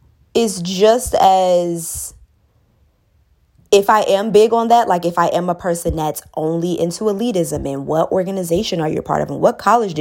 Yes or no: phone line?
no